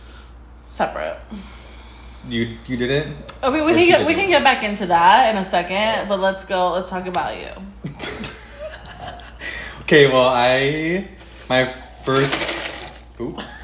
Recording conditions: sounds in the background